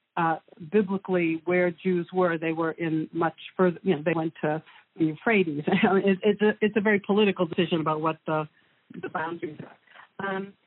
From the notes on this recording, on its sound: Please pardon the audio quality, this interview took place by phone.